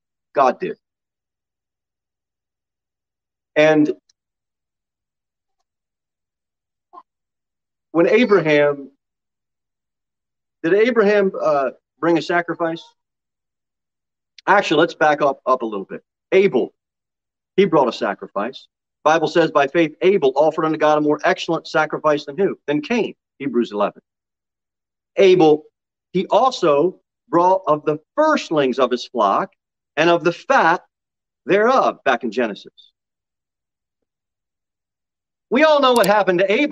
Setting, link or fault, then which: setting, large echoing room